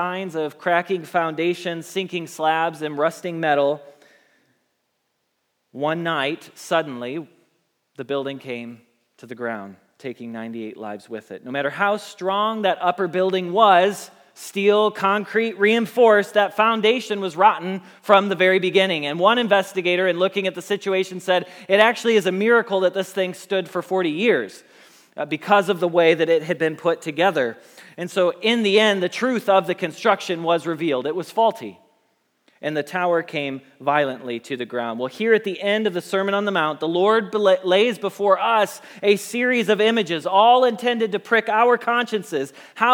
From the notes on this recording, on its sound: Message Preached at Valley Creek Church